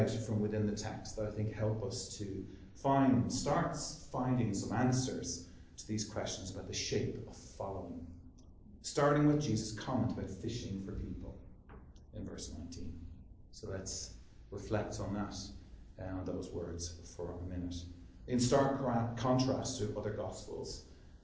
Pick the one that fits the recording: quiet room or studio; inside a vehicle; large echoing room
large echoing room